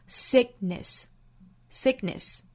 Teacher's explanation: Sick 尾部的 k 的发音后面遇到了鼻音，也是在单词内部做不完全爆破，不要爆破十足，读成 sickness，应该是白口型闭一下 sickness, sickness.Sickness 有轻微的爆破感就可以了。